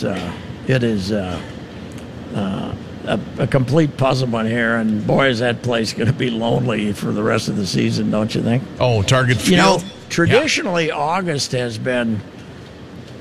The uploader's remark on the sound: live at the 3M Championship at the TPC